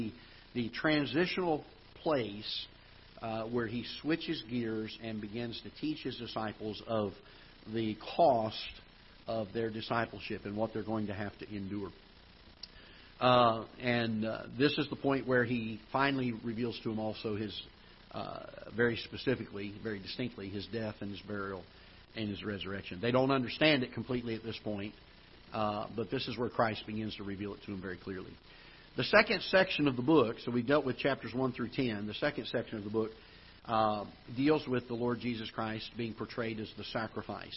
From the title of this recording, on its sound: Ketha Heights Baptist Church ~ Live Broadcast